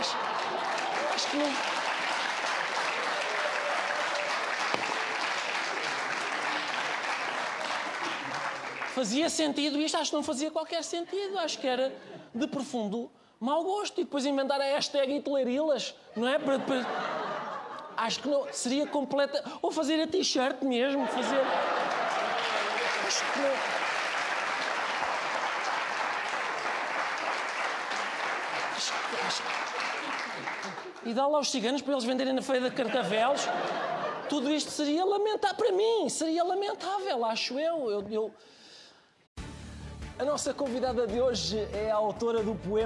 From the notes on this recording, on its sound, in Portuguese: Gravado no início de junho de 2020 com público ao vivo, mas todos de máscara e muito afastados uns dos outros no auditório.